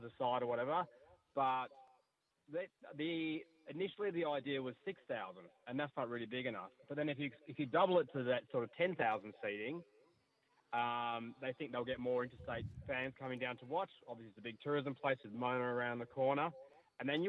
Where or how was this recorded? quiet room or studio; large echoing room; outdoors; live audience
outdoors